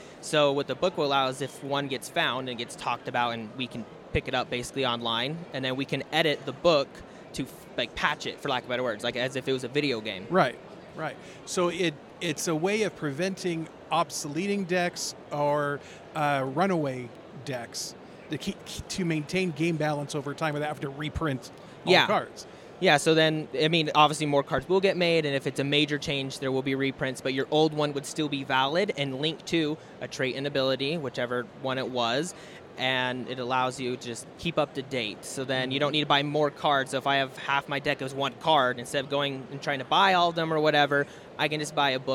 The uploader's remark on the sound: Gaming And More Interviews Live From FanX.